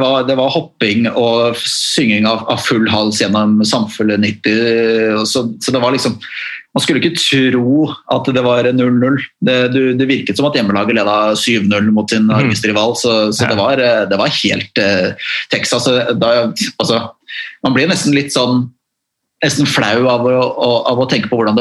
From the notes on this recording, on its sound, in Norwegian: tar seg en Zoom-prat